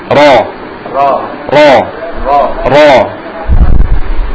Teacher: jadi naik tebalnya huruf ro ketika fathah ini karena agak naiknya pangkal lidah